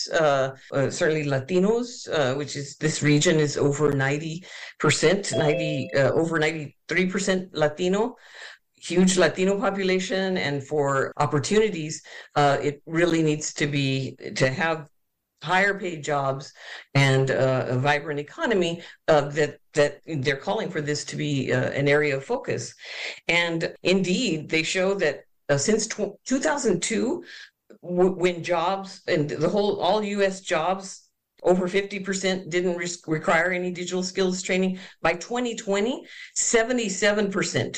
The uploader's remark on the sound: opening remarks at Connect Humanity's South Texas broadband webinar